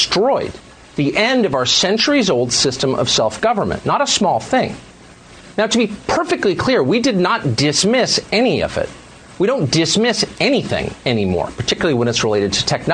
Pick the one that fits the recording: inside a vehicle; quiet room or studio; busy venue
busy venue